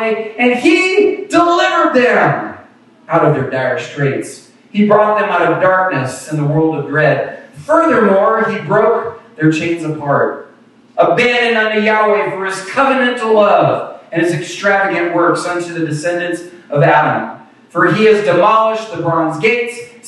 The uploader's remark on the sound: Apologies for the poor audio quality of this recording. We had lots of issues with technology today. Thankfully, our video camera has an internal mic and captured the ambient audio. You'll hear all the coughs, sneezes, and even some drive-by traffic...